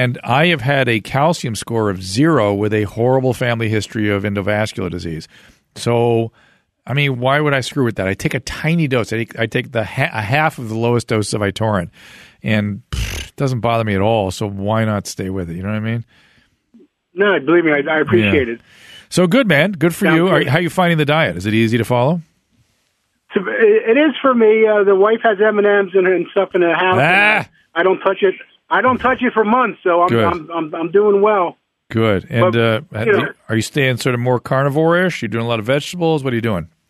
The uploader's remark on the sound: Listener Phone Calls